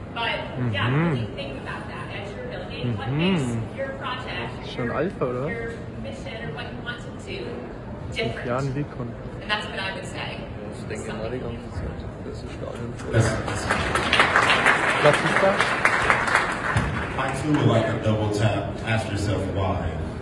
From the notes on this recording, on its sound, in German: Live-Aufnahmen VeeCon. In der heutigen Podcast-Episode hört ihr live in die VeeCon rein.